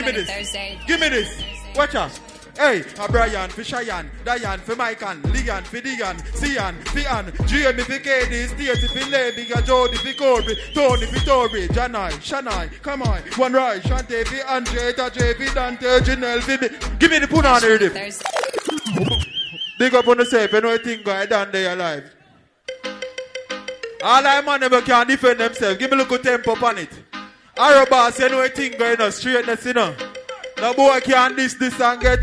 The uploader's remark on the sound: Live from Cash Money Thursday Portmore Jamaica